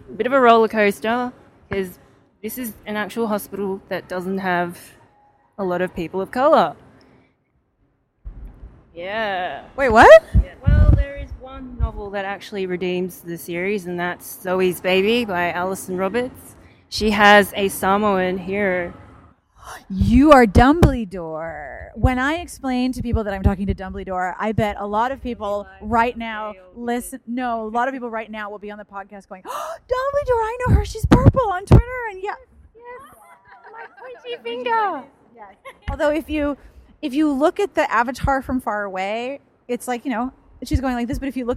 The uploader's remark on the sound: hanging out in the festival area with a few readers and a book seller